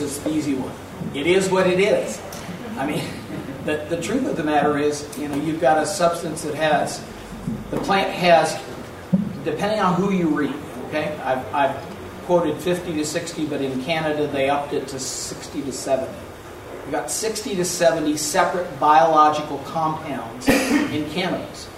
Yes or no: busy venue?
yes